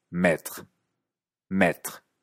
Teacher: En francés parisino, en general, maestro, maître, y poner, maître, suenan igual.